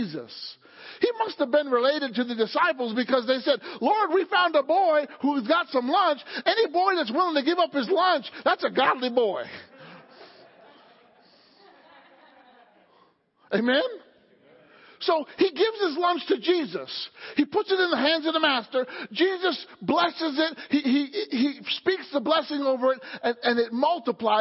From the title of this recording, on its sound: Wednesday Night Service